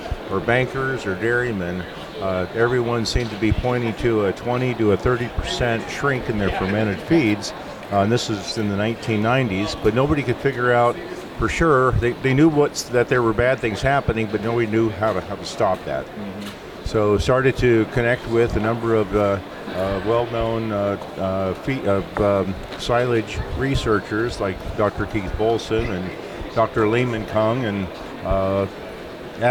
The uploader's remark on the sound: LIVE From WDE! Recorded live from the tradeshow floor at World Dairy Expo!